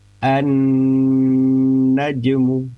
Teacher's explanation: huruf nun itu sendiri huruf hidung atau huruf khaisum ya, huruf yang memang pengucapannya pun sengau gitu. Dengan sendirinya huruf nun itu, apa buktinya ketika kita mengucapkan huruf nun konsonannya saja, dengan menutup membuka hidung itu pasti akan terasa di situ. · Term: gunnah